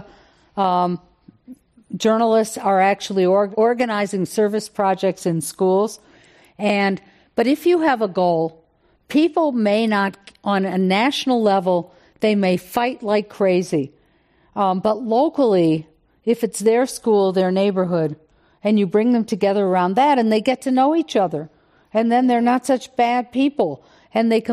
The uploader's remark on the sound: This program was recorded in front of a live audience at The Commonwealth Club of California in San Francisco on March 3rd, 2020.